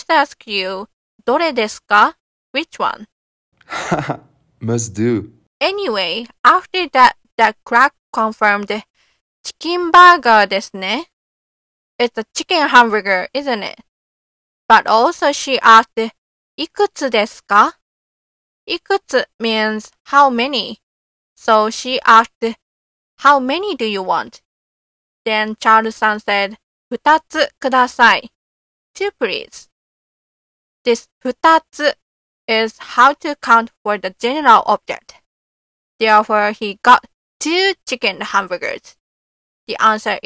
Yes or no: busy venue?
no